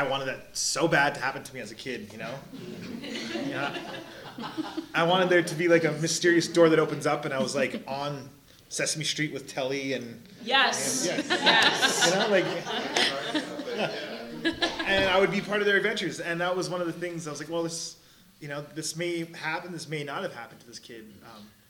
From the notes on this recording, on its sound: We recorded at a local Calgary Indigenous led book club called Chapters & Chat hosted by an organization called 12 Community Safety Initiative.